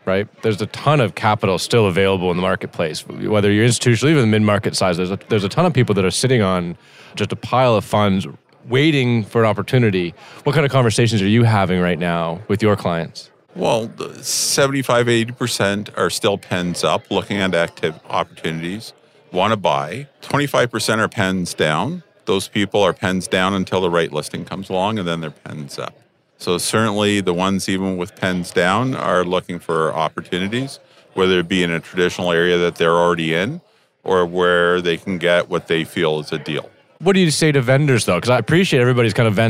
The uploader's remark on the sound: recorded at the Toronto Real Estate Forum